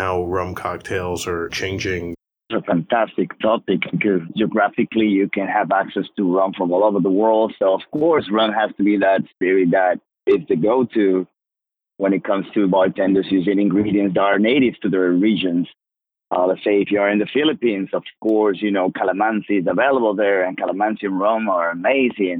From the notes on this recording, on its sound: called in from the rum route